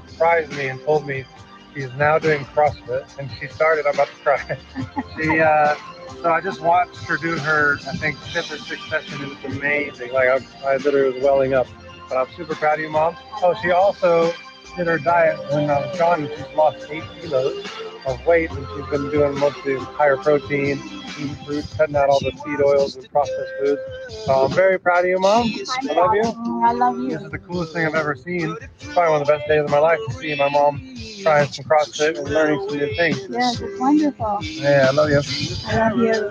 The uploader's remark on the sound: Live Call In Show